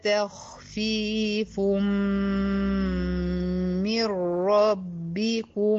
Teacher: تخفيف من، ده إدغام كامل بغنة، من ربكم إدغام كامل بدون غنة